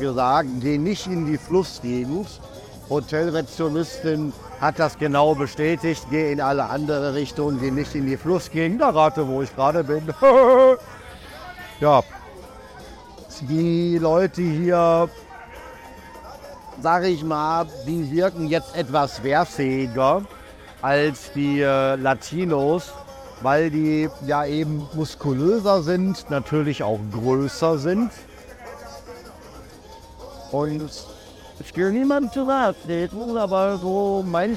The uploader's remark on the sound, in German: LIVE vom Unabhängigkeitstag in Surinam. Deswegen habe ich mich für dich mitten ins Getümmel gestürzt und berichte von den Eindrücken einer großen Festivität in dem kleinen Staat Surinam. Lasse ich quasi die Energie und Atmosphäre des Momentes durch mich in diese Aufnahme einfließen.